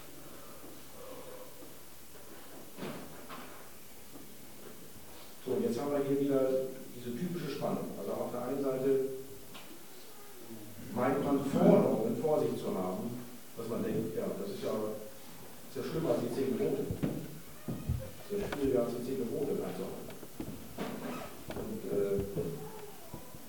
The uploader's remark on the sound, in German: Tag 3 von 3 der Evangelisation 2019. Die Predigt liegt uns leider nur in schlechter Audioqualität vor. Ab Minute 25 wird es etwas besser.